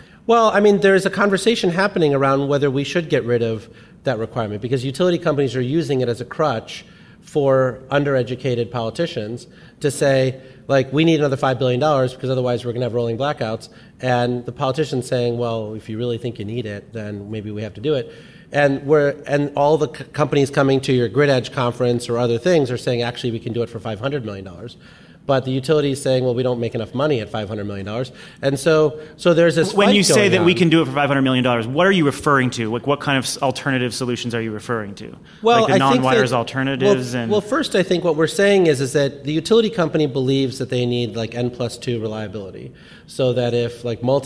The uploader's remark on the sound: This week's podcast was recorded live at GTM's Solar Summit.